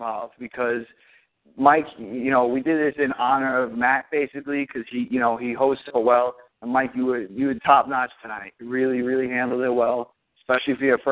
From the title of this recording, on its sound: Fan Call